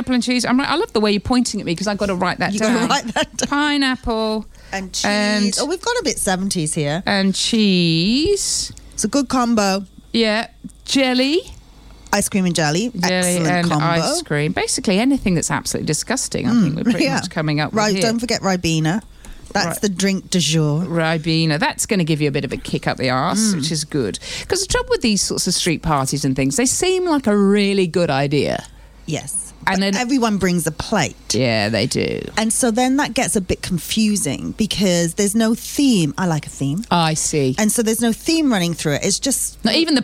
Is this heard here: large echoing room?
no